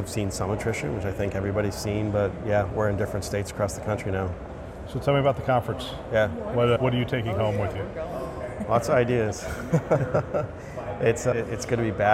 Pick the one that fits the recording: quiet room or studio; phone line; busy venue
busy venue